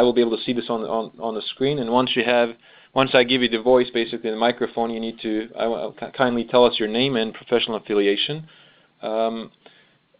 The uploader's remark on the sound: During this teleconference